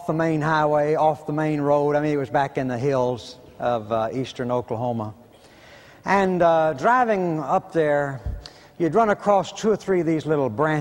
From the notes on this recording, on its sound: preached at Bellevue Baptist Church in 1990